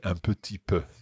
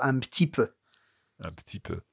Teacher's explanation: you're bound to skip the E after the P · Shown in: second take